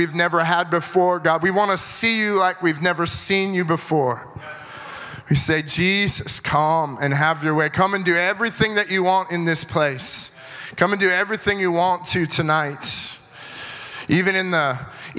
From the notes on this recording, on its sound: at our September 2022 Gathering (at the Church at South Edmonton)